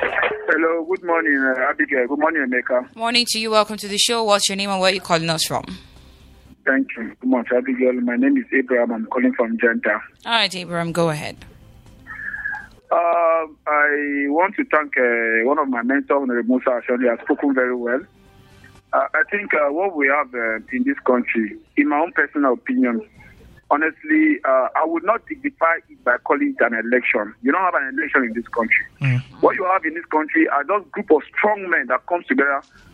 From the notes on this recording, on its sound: (via phone call)